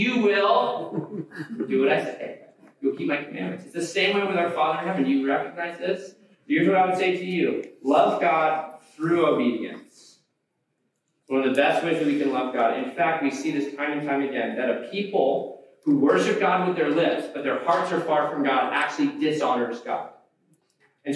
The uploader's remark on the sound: We apologize for the poor audio quality of today's podcast.